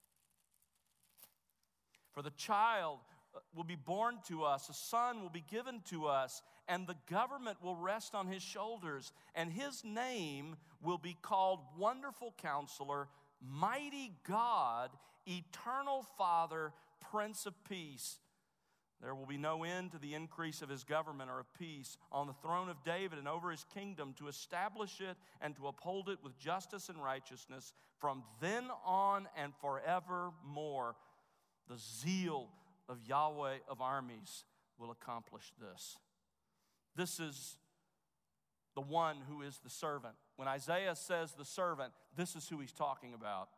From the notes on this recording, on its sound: Chapel at The Master's University on October 23, 2015